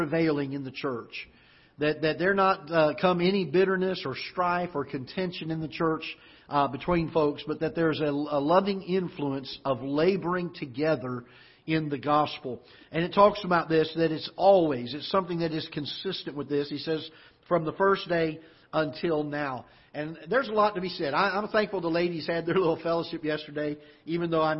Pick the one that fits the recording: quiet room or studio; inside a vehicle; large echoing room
large echoing room